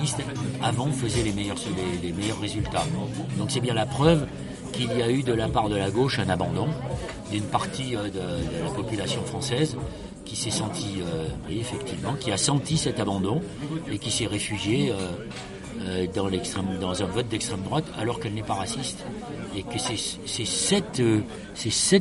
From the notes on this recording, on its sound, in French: Cette interview a été enregistrée le 9 novembre 2018 dans le café Fluctuat Nec Mergitur, place de la République à Paris.